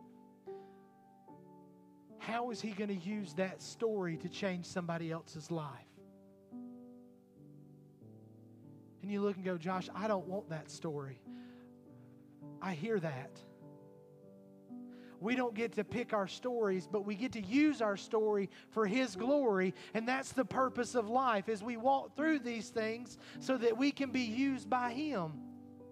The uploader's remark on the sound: Recorded at Highland Baptist Church Molino FL.